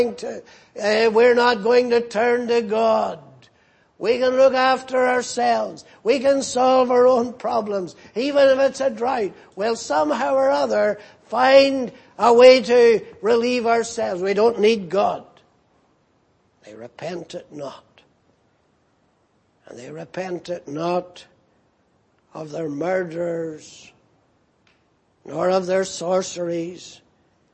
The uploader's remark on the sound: Preached in Grafton. At the Lord's Day Morning service on 12th August, 2018.